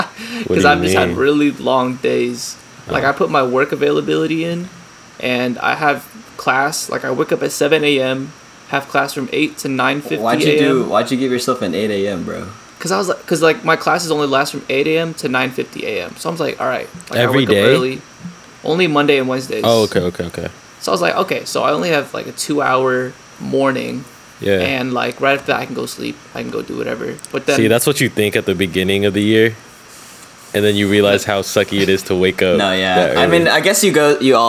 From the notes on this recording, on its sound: Pardon the fan noise.